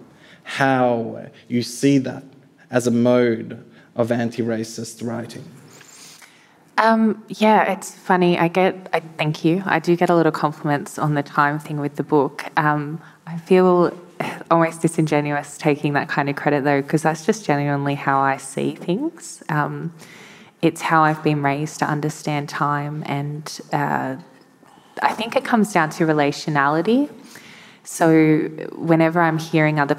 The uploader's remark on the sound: Hear from a lively panel of writers and thinkers. This episode was recorded live at the 2023 Sydney Writers’ Festival.